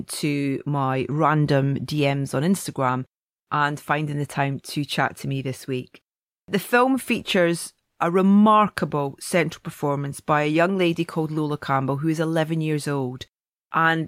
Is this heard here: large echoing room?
no